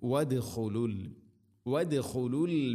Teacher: വദ് ദാലിനെ ഖൽഖല ചെയ്യണം